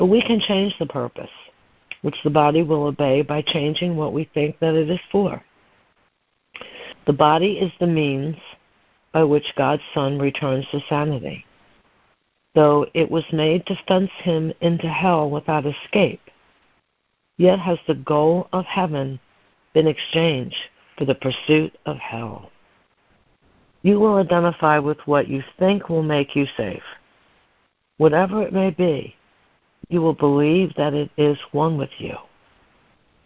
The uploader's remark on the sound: ACIM Daily Conference Call